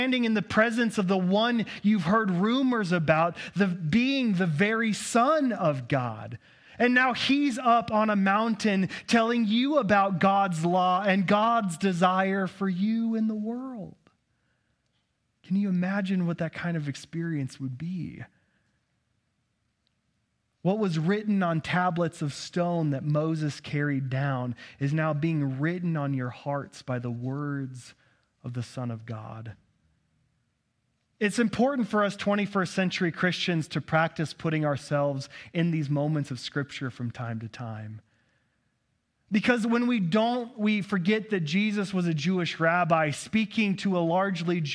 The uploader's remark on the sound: At Cathedral of the Rockies Amity Campus.